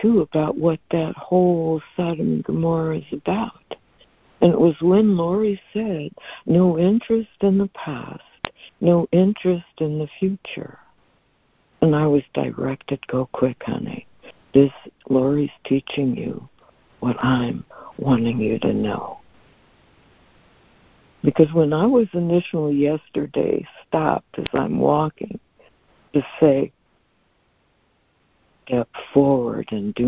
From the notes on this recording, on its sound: ACIM Daily Conference Call